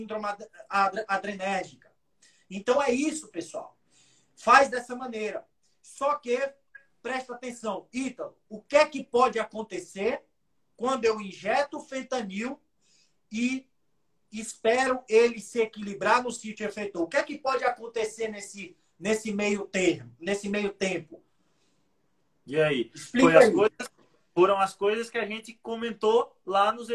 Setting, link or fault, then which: link, video call